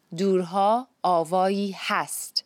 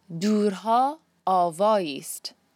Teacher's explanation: Avayi hast can be blended together to say avayist.